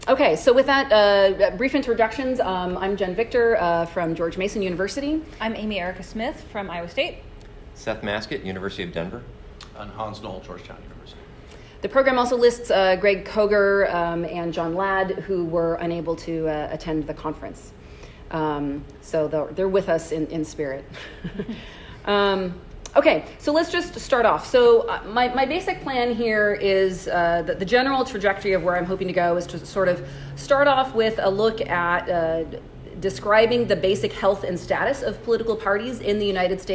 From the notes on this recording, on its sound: at the annual conference of the Southern Political Science Association in San Juan, Puerto Rico, on 1/11/2020.